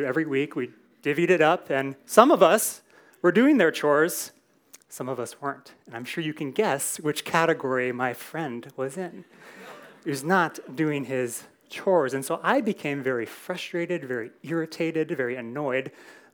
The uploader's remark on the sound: Recorded in SAL101.